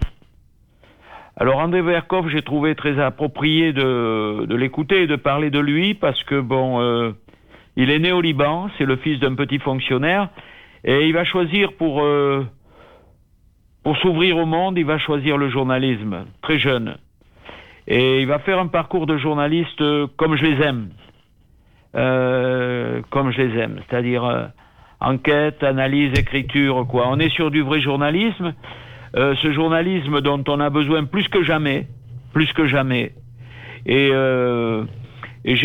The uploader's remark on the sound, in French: En direct et par téléphone